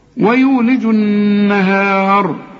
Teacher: ويولج النهار، الأولى النهار الراء مكسورة، إنما هنا الراء مفتوحة فمفخمة. الراء هنا مفتوحة تفخم عند الوصل وعند الوقف